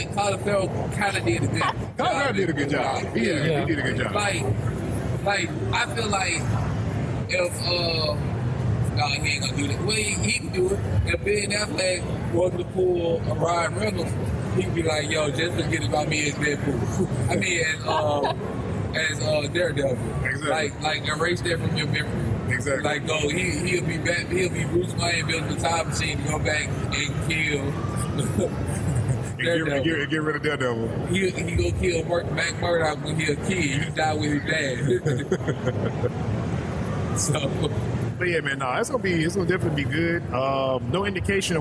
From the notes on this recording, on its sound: LIVE from Comicpalooza 2018